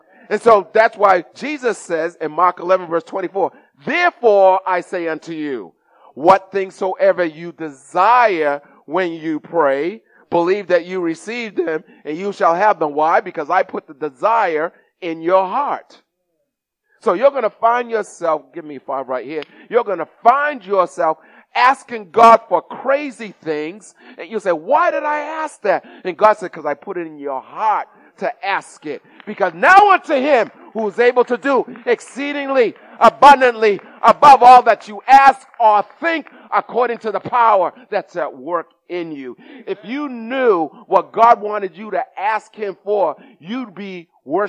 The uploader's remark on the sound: Recorded at the 08:30am service